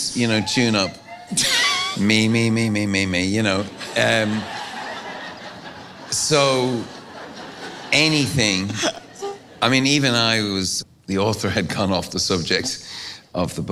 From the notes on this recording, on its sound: Recorded live at the historic Paramount Theatre and presented by Austin City Limits Festival’s Bonus Tracks.